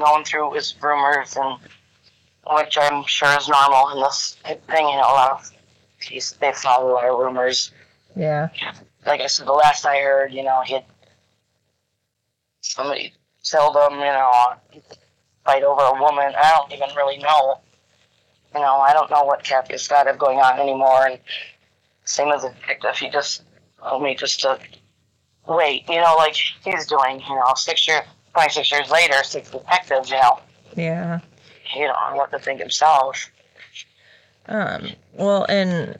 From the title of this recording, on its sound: Phone Interview